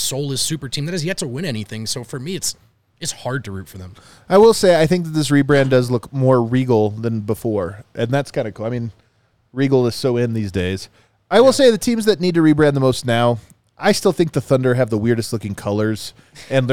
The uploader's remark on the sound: come to you LIVE from the DNVR Bar